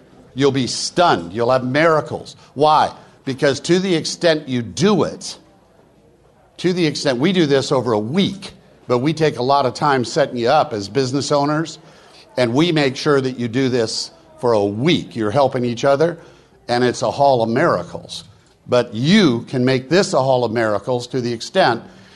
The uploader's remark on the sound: VoiceAmerica Talk Radio Live from NetMob Premiere™ It’s where deals are made!